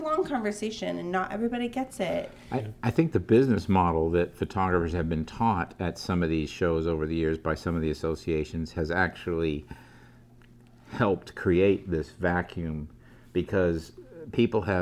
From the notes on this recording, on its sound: A WPPI 2016 Round Up. At the WPPI conference.